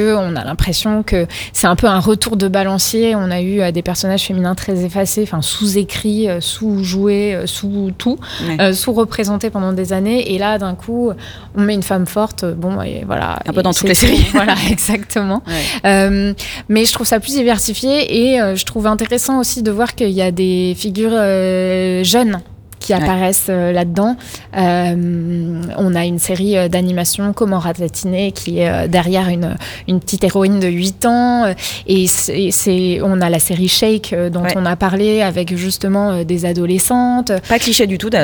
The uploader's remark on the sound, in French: L’ACS s’est mobilisée à Marseille cette année pour la nouvelle édition de Marseille Series Stories. Dans ce numéro enregistré sur place.